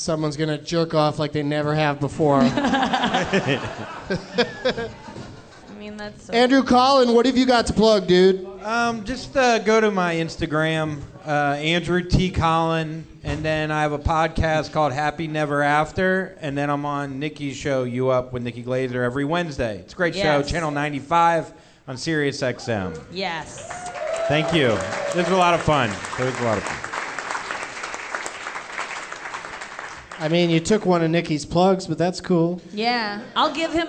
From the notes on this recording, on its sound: Live from the Tacoma Comedy Club in Tacoma.